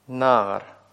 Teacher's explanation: Ударение на первый слог, видите?